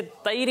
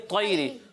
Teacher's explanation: اسے تیری نہیں پڑھیں گے اسے پڑھیں گے طیری تو کو پر پڑھنا ہے · Shown in: second take